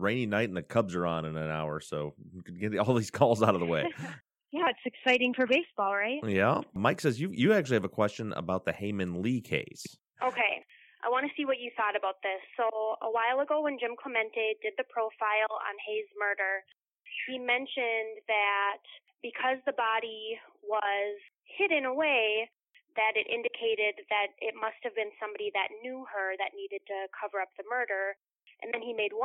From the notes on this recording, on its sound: takes two phone calls from listeners